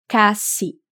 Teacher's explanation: Quase em espanhol se diz casi, com C-A-S-I mesmo, lembrando que o S não tem som de Z como no português